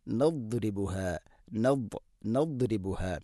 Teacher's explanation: ദാദിൻ്റെ ഉച്ചാരണം നാവിൻ്റെ ഏതെങ്കിലും ഒരു സൈഡ് അണപ്പല്ലുകളോട് ചേർന്ന് അതിൻ്റെ അരു നീളത്തിൽ തട്ടിക്കൊണ്ട് ആയിരിക്കണം. അതോടൊപ്പം നാവിൻ്റെ മധ്യഭാഗം വണ്ണാക്കിലേക്ക് ഉയർന്നു നിൽക്കുകയും വേണം.